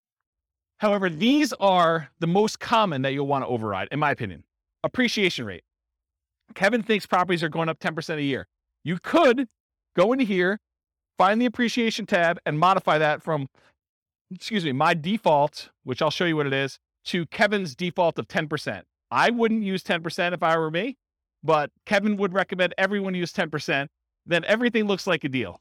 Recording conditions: live audience